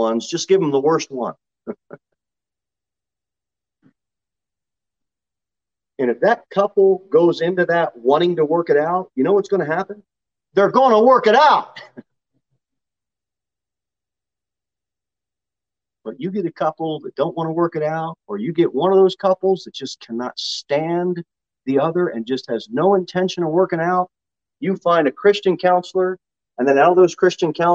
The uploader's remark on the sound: Sermon delivered at the Pilgrim Baptist Church